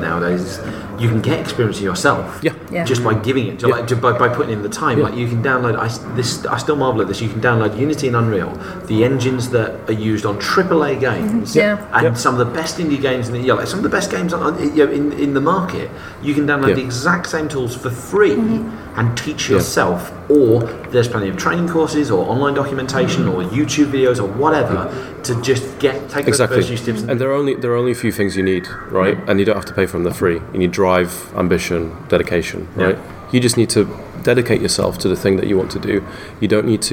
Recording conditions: busy venue